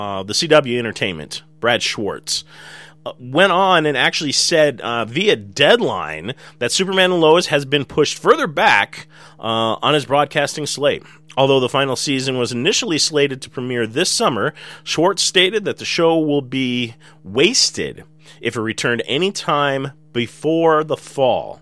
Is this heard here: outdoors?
no